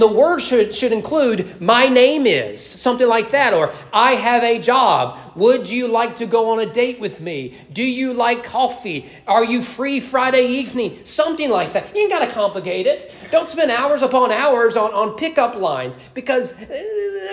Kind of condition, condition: setting, large echoing room